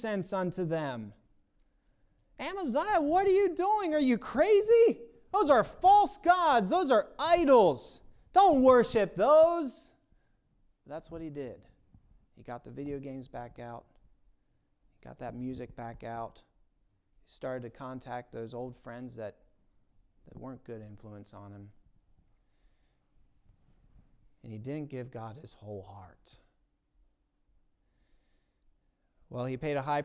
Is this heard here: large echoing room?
yes